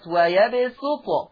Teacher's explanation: عندنا أيضا كلمة فرشية أخرى في ذات الآية، في الآية 245 عندنا كلمة ويبسط، ويبسط لحفص عن عاصم، نجد هذه الكلمة ترسم في المصاحف بالصاد، ويرسم من فوق الصاد السين، فلحفص عن عاصم يقرأ بالسين الخالصة. حفص عن عاصم يقرأ بالسين الخالصة، أي أن هذه الكلمة في حفص عن عاصم تقرأ بالسين فقط، هذا من طريق الشاطبية.